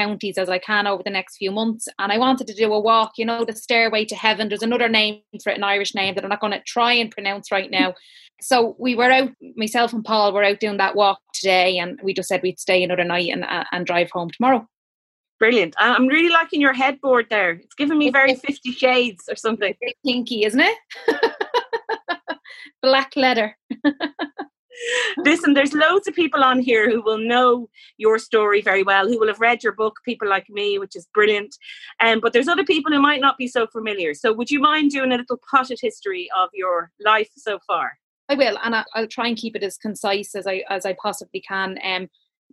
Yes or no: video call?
yes